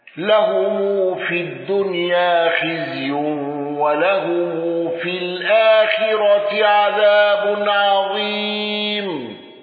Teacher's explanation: خلف عن حمزة بترك الغنة وترك السكت على أل